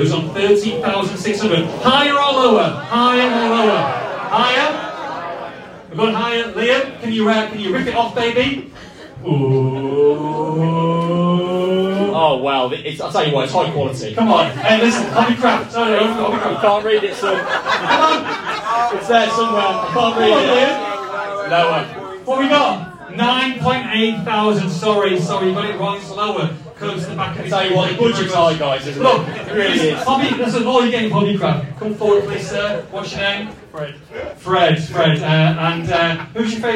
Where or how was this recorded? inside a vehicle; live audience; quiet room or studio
live audience